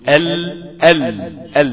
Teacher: انت بتقول ال لسانك زي ما كنا أشرنا قبل كده للرسم، لسانك بيبقى قافل المنطقة اللي قدام خالص اللي هي من وراء أصول الثنايا الأمامية، إلا أن لسانك من ناحية الحافة اليمين والحافة الشمال مفتوح، فالهواء بيخرج فينحرف بعض الهواء عن يمين الحافة والبعض الآخر عن يسار الحافة، ثم يتابع الهواء خروجه إلى الخارج فينحرف المخرج إلى طرف اللسان. · Term: الانحراف